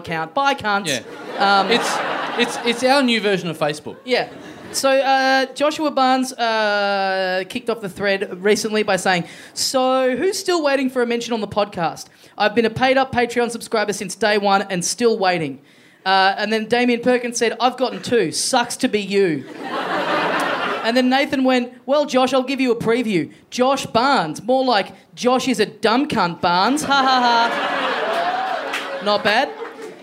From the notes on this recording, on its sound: Recorded LIVE at Heya Bar in Brisbane on March 18, 2017.